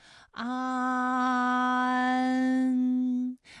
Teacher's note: 起点元音是前低不圆唇元音啊，舌尖抵住下齿背，舌位降到最低，软腭上升，关闭鼻腔通路 · Term: 前鼻韵母